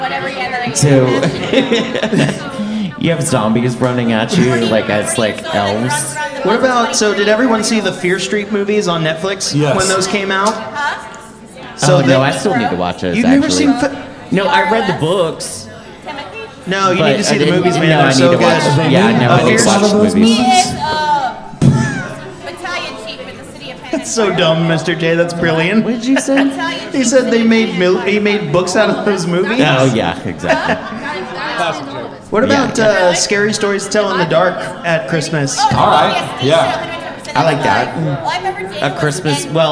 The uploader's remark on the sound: Midnight Terrors Live From Oak Road Brewery. Midnight Terrors is back with our second live episode from our Midnight Terrors Live: Here Comes Krampus! We sat down with our audience.